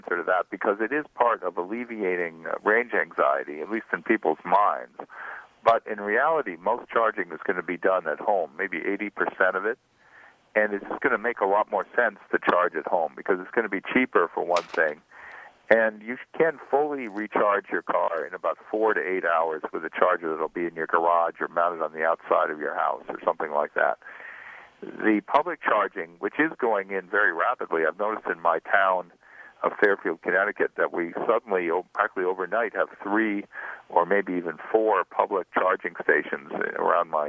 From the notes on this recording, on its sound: Joins us by phone from his home in Fairfield, Connecticut.